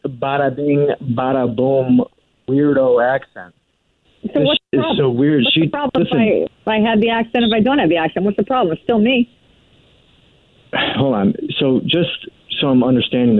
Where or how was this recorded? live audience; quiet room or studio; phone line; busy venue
phone line